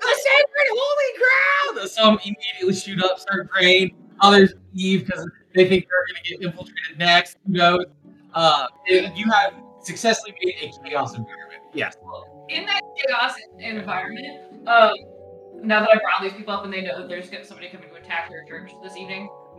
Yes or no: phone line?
no